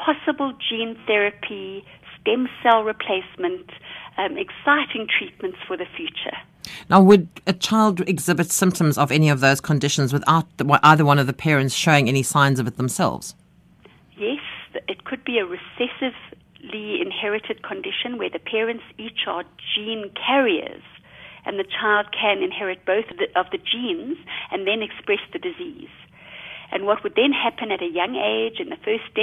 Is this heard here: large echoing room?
no